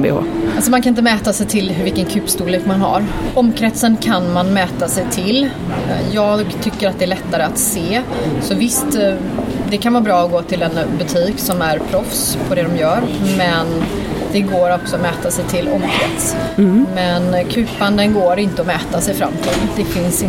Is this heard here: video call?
no